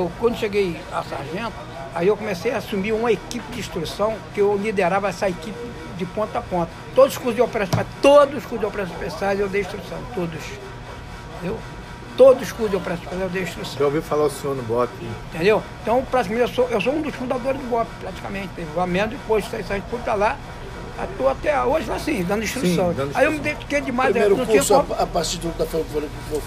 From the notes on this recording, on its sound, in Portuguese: Gravação feita em um botequim no subúrbio do Rj.